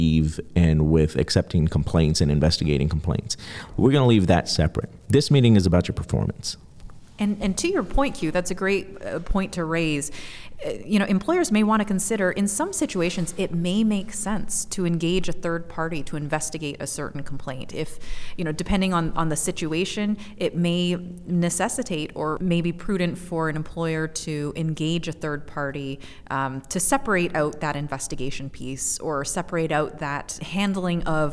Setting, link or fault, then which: setting, busy venue